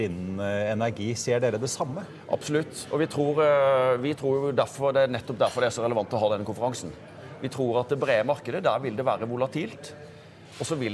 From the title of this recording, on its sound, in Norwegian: Live fra Pareto-konferansen